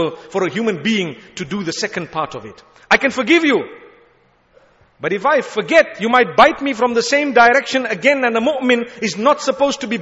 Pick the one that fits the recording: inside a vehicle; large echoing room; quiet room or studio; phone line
large echoing room